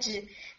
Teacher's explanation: Common errors میں اگر ہم دیکھیں تو اس میں سب سے زیادہ کامن ایرر یہ پایا جاتا ہے کہ instead of seeing it from the heart pellet, اس کو گم ایریا سے بولا جاتا ہے. نہیں، ہارٹ پیلٹ پہ ہٹ کرنے کے بجائے کیا کرتے ہیں، تھوڑا اور آگے ہٹ کر دیتے ہیں · Term: اردو کا جیم